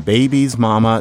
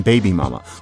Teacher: So in Black English, it's that you can leave off the possessive S · Shown in: second take